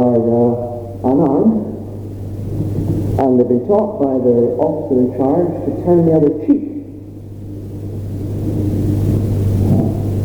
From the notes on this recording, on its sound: Apologies for the sound quality